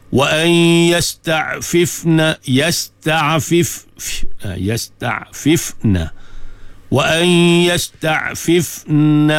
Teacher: dengung nun mati bertemu dengan ya idgham ma'al gunnah